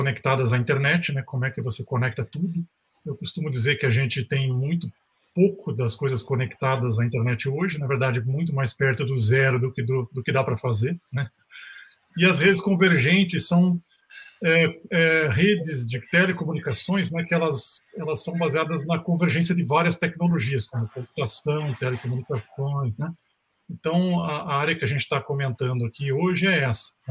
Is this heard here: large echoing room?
no